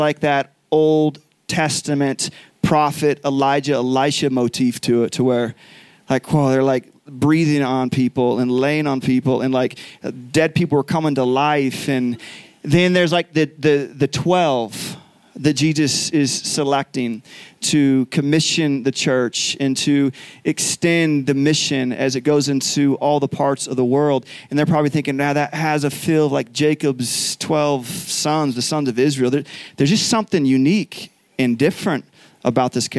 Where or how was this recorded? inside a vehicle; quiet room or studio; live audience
live audience